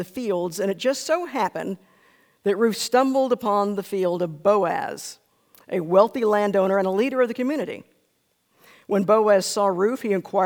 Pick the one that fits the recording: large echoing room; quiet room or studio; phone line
large echoing room